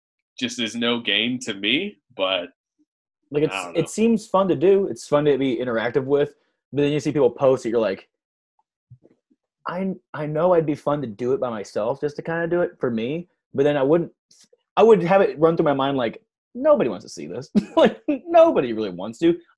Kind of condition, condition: link, video call